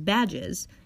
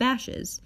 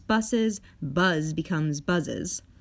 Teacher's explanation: Each of these sounds, in addition to the zh sound, cannot be followed by just an s sound, but instead, we English speakers add a whole other syllable, which is made up of a schwa followed by a z sound · Term: sibilants